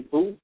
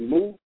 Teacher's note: When you say Ju, or when you say Bu, when you say Mu, your lips are going toward a rounding position. · Term: rounding of the lips